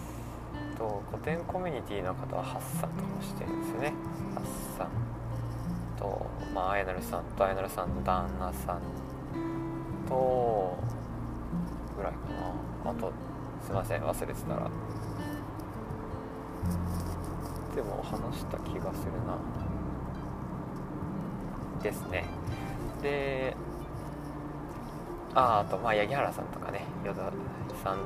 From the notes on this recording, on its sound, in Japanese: いいかねPalette→宮崎間の収録です。ザラザラ雑音が入っていてすみません。